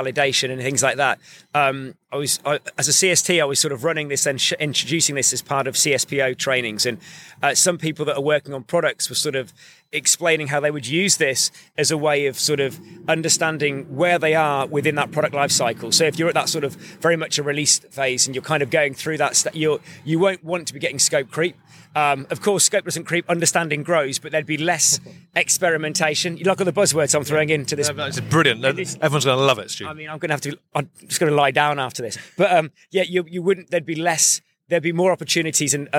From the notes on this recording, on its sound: This time around we are at brilliant Lean Agile London 2023. I dragged him outside on a rather chilly morning.